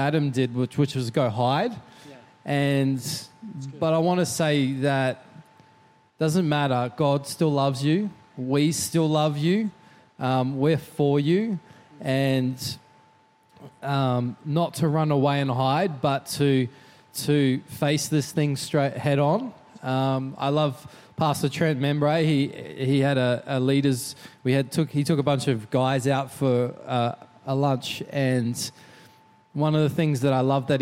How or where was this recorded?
large echoing room